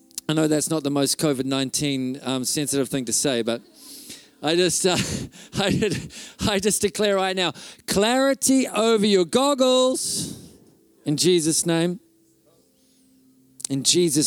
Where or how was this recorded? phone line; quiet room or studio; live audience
live audience